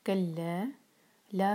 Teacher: ہم چار حرکت کھینچیں گے، یہ ہے مد منفصل